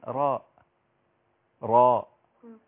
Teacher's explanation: راء وهي مفتوحة كده مفخمة